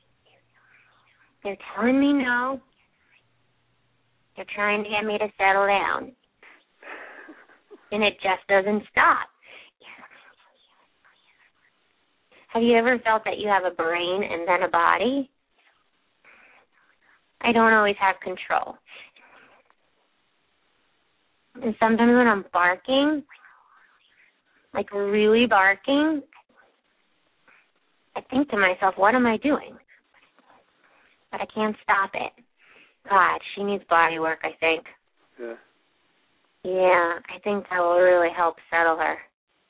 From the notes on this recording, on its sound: open up the lines for listeners to call